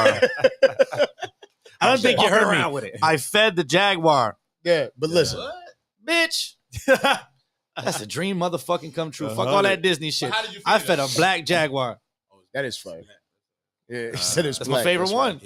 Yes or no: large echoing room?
no